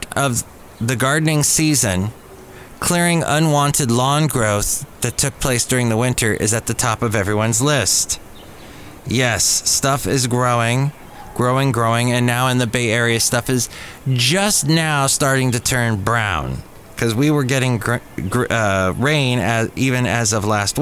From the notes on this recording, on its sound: Podcasts live from Café Anyway.